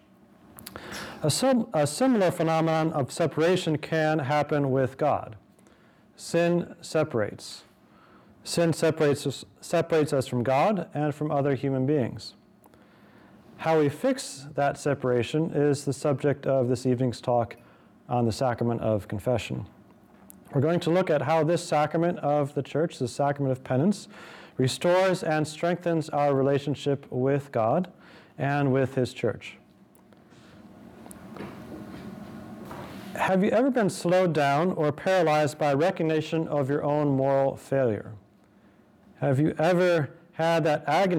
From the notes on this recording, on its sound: This lecture was given on November 9th, 2023, at the University of Oregon.